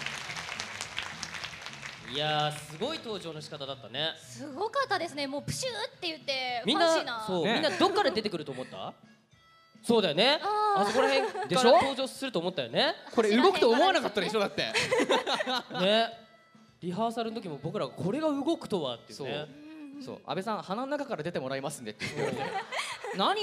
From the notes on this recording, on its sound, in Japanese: 先日行われたサンリオ国との同盟会談！(つまり公開録音です)。